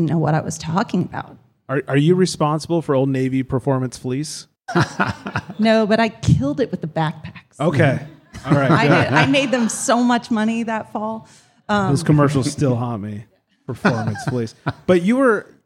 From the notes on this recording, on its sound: We are live from Fluid State Beer Garden in Ventura, CA! In front of a live audience.